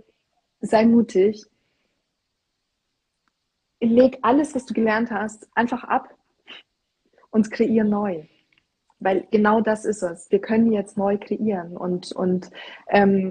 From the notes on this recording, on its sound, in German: In diesem INSTA-LIVE Gespräch